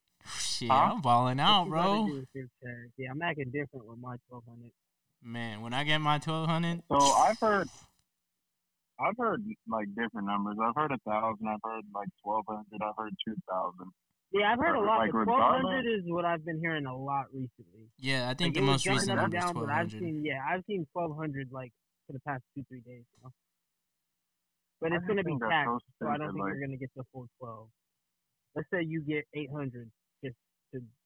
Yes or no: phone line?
yes